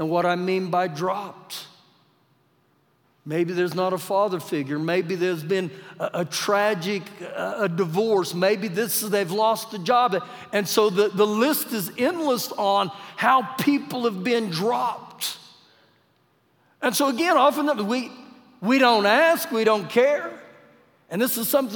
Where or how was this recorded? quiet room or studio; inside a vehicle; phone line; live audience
live audience